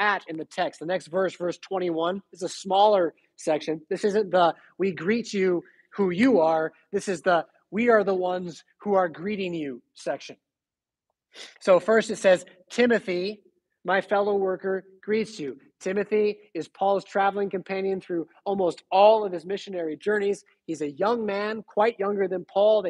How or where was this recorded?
large echoing room